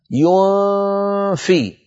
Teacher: ماذا بعد الياء ضع أطراف أسنانك العليا على باطن الشفة السفلى، ولا تترك لسانك يقرع مخرج النون، النون هذه مخفاة وليست مظهرة، هكذا اترك لسانك في أسفل الفم